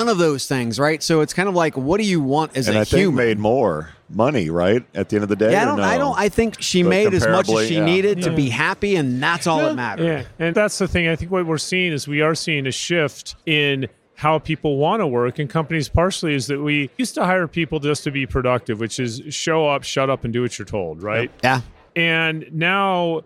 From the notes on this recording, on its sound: Live from UNLEASH America in Las Vegas